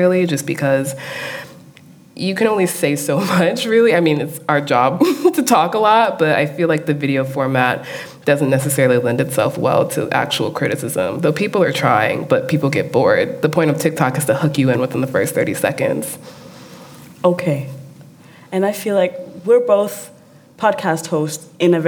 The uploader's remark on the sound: Live from Copenhagen. On stage at CPH:DOX.